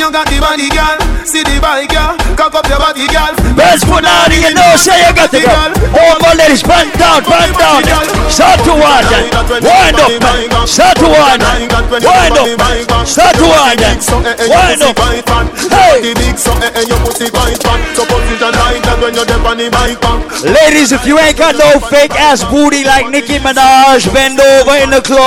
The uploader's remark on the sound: LIVE AT VENU IN BOSTON.